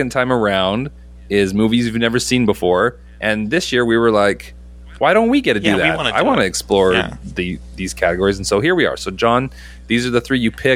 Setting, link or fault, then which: fault, hum or buzz